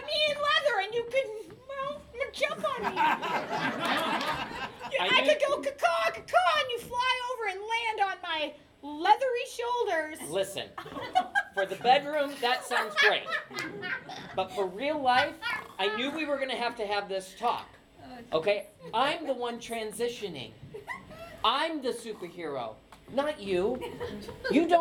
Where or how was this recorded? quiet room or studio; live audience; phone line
live audience